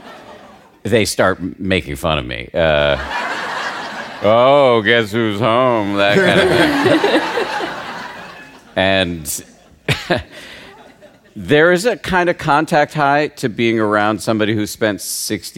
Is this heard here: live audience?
yes